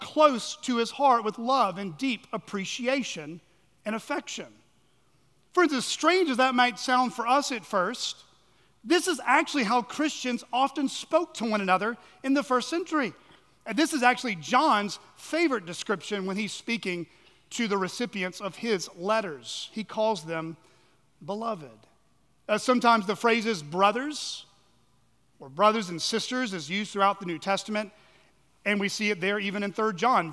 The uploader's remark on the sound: at Chaffee Crossing Baptist Church in Barling, AR.